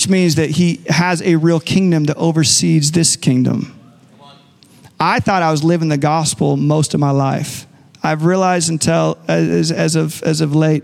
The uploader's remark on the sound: Recorded live at Capital Church in Meridian, Idaho